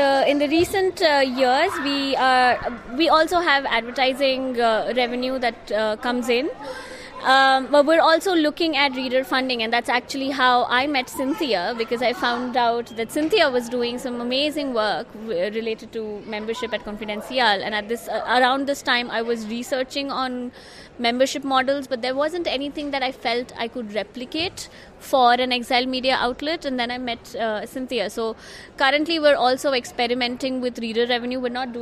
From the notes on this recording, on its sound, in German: Auf einem Podium beim International Journalism Festival in Perugia sprachen Vertreter innen von sogenannten „Exil-Medien“.